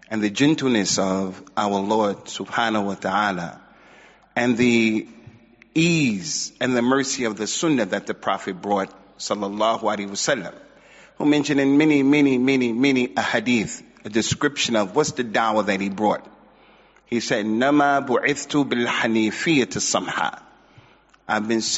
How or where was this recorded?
large echoing room